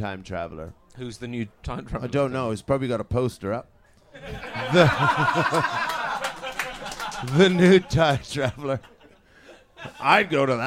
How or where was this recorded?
live audience